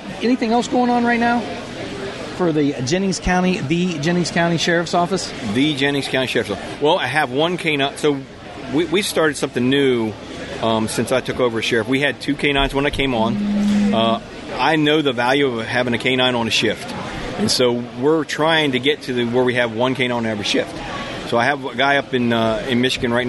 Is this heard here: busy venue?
yes